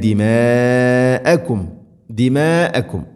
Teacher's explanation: മദ് മുത്തസിലാണ്, നിർബന്ധമായിട്ടും 4-5 ഹർക്കത്തിൻ്റെ ഖദറുകൾ നീട്ടണം · Term: മദ് മുത്തസിൽ